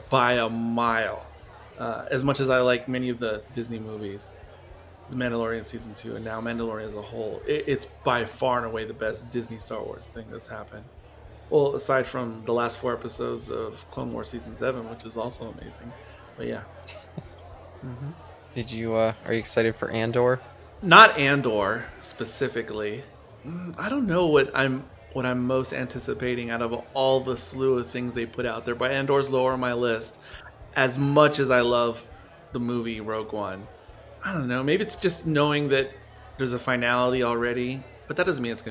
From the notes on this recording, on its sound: This episode was filmed in front of a live bar-side audience.